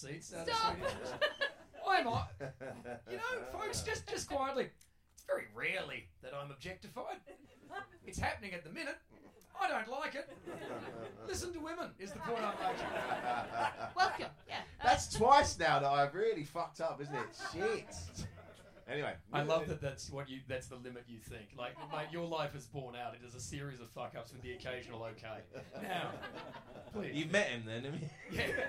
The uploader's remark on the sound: Live from Ed Fringe. The Comedy Arcade is coming at you LIVE from Edinburgh Fringe! The opening night of the Edinburgh Fringe run at Underbelly Bristo Square. We are live at Edinburgh Fringe with Underbelly for the whole month of August.